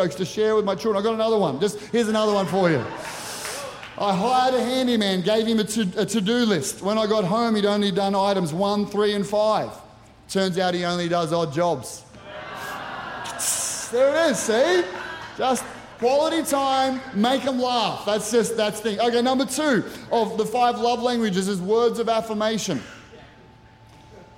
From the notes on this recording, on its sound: Recorded during our 9am service on Sunday, the 3rd of September 2023.